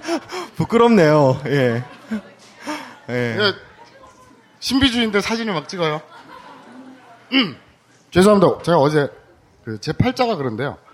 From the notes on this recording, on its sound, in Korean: 첫공개방송 이쿠이쿠쇼!